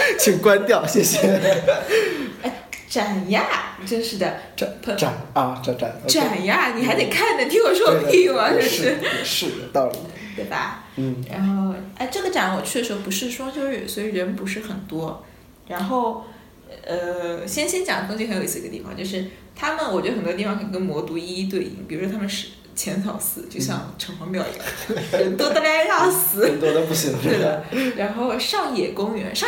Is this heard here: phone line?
no